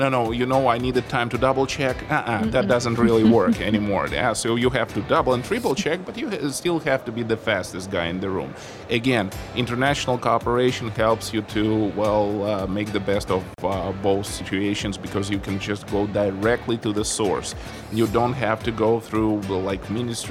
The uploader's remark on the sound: Live from Gulf Media Congress